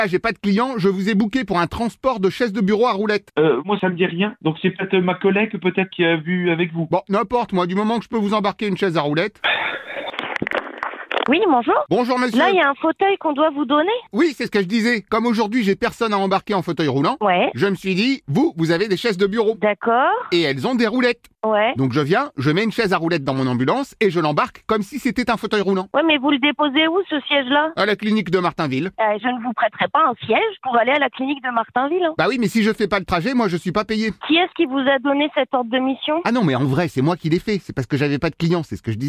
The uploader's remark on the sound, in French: L’appel trop con de Rire & Chansons